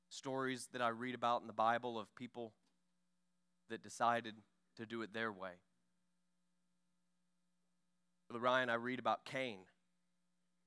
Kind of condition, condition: setting, large echoing room